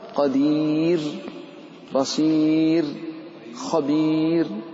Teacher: كل هذا نرقق الراء. لماذا؟ لأنها وقعت بعد ياء ساكنة، سواء هذه الياء مدية أو لينية.